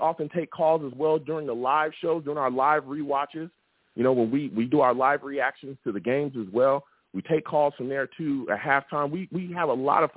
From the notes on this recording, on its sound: I also take live callers!